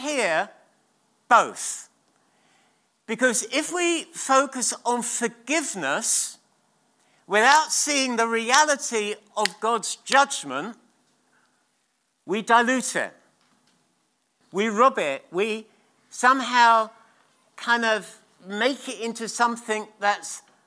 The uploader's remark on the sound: at King's Church, Cockermouth.